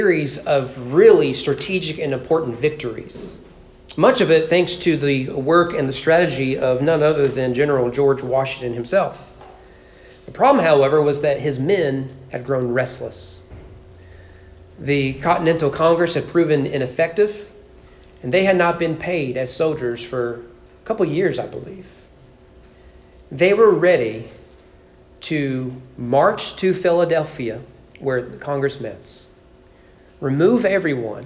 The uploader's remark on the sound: Sermon preached on June 18, 2023 during morning worship at East Frankfort Baptist Church as part of our Father's Day celebration.